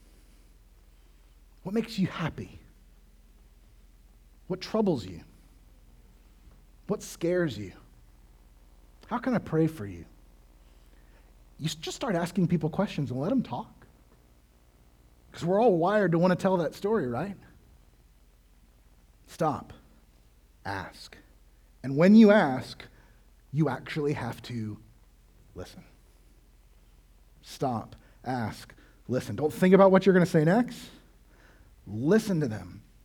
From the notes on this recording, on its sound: This sermon was originally preached at CCC on 4/10/22.